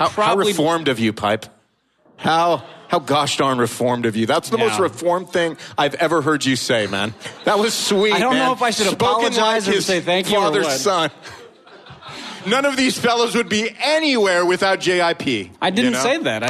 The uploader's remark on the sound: LIVE and in person at a hipster church in East Louisville